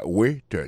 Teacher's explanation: accent tombé sous le premier syllabe là